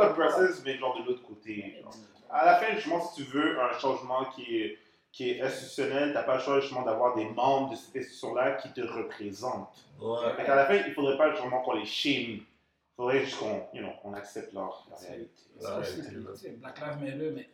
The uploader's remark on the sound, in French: Lors de l'enregistrement des deux premiers épisodes, nous avons eu quelques problèmes avec nos micros.